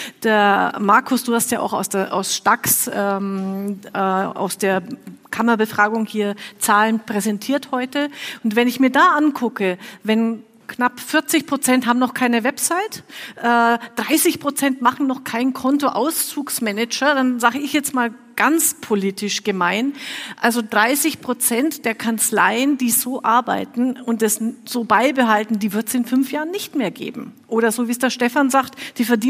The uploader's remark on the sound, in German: Ein Mitschnitt von der Celler Steuerfachtagung. Wir waren zu Gast auf der Steuerfachtagung Celle. Dort auf der Bühne zu stehen, war eine Premiere für mich.